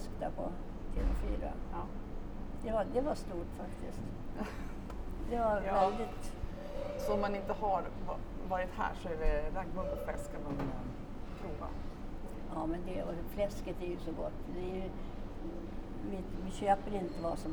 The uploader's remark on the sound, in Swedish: Det är en bullrig miljö vi är i så ljudet varierer lite!